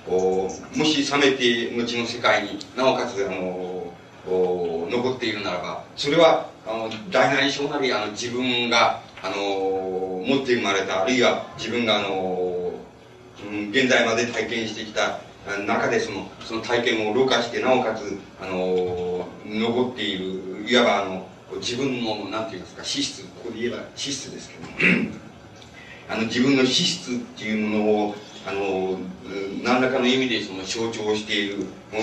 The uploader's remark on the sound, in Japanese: 音質：３。場所：東京女子大学短期大学部。東京女子大学短期大学部の 学園祭での講演。周辺のノイズや残響音が入るが 比較的クリアに収録されている。